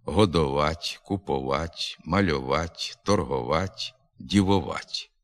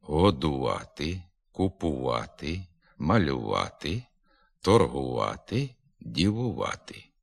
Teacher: У північних говірках на місці звука «у» в дієслівному суфіксі «ува» вимовляється звук «о». · Shown in: first take